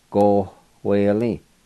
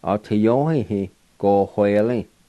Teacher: the second part between the O and the W, there's like a faint H sound in there.